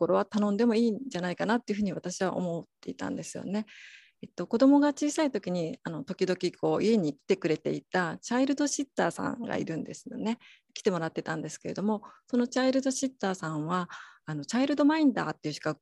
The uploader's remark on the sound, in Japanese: 収録場所： オンライン (Zoom)